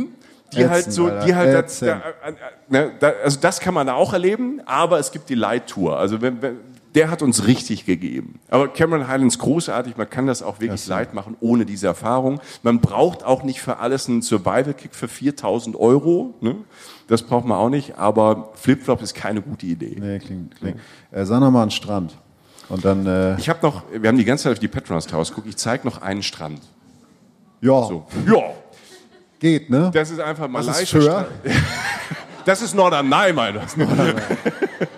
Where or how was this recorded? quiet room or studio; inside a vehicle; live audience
live audience